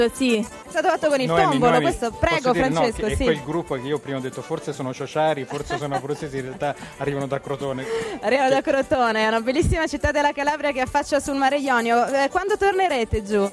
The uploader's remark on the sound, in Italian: In diretta da Expo 2015.